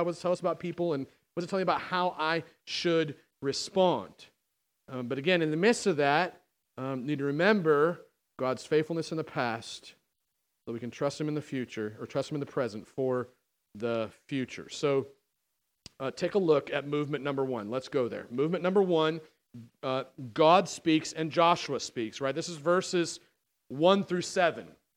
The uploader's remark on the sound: On October 13th, 2019 at The Well, an Acts 29 and Converge Heartland Church in Hastings, NE.